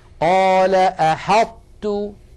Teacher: نطبق المخرج على طاء من غير قلقلة ثم نفتح على تاء، هكذا قال أحطت. · Term: إدغاما ناقصا